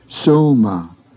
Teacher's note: The O is a semi-diphthong pronounced as the word no